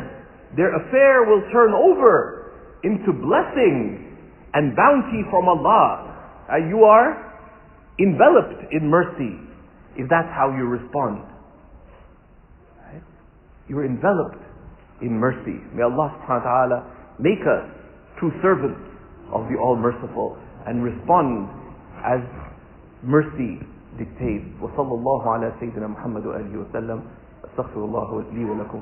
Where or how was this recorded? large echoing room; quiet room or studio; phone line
large echoing room